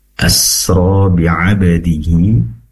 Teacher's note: ainnya pastikan diperjelas yaitu dari tenggorokan bagian tengah